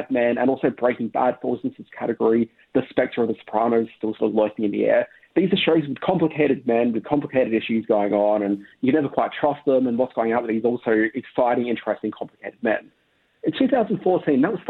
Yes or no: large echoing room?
no